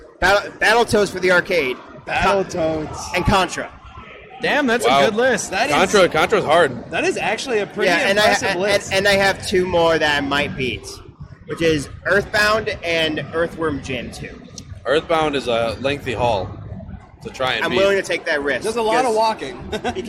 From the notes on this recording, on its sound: The Caffeinated Creators take the Midwest Gaming Classic by storm! Podcast episode LIVE at the convention!